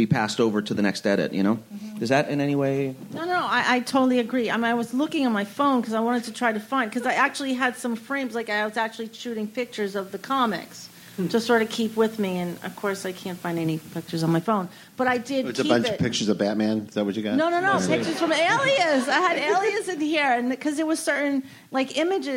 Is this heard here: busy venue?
yes